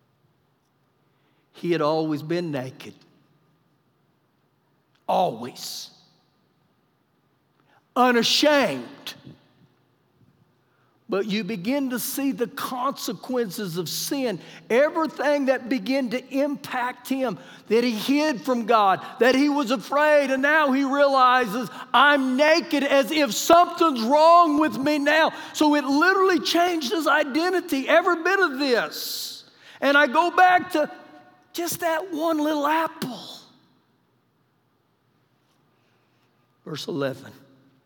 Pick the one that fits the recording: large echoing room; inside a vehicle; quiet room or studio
large echoing room